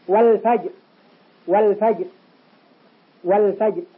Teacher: ظهرت اللام لأن بعدها ف · Term: إظهار قمري